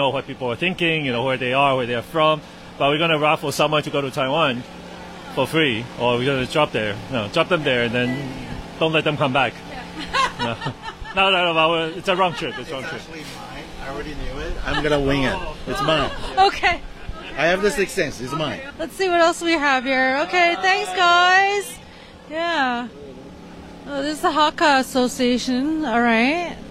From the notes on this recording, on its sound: TaiwanFest NYC 2023: Talking Taiwan's Live Stream Coverage in the Rain. For this episode we tried out something different by livestreaming and talking to people on location.